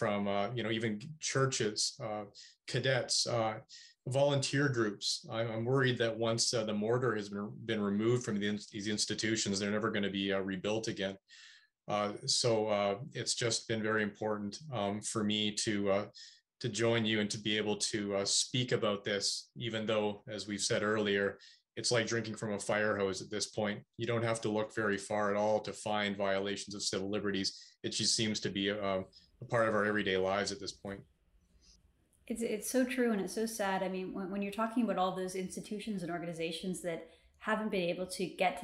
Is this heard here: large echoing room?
no